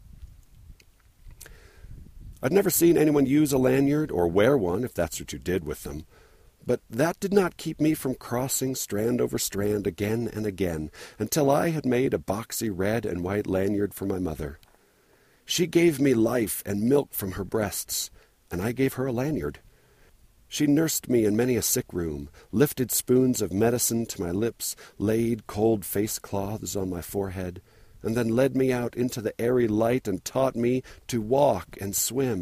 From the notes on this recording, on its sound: Recorded on the Dry Canyon trail, just sitting down on a rock.